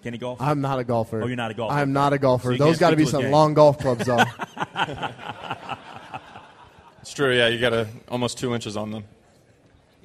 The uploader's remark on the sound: LIVE at TwinsFest 2024!